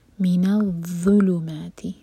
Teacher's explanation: آپ کی زبان اوپر والے دانت پر ٹچ ہوگی اور تھوڑی سی زبان باہر ہوگی اور پھر منہ بھر کر پڑھا جائے گا